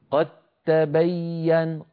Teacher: أدغمنا الدالة في التاء فصار النطق بتاء مشددة لا يبقى للدال أثر، لما؟ لأن الدال والتاء من مخرج واحد وهما حرفان متجانسان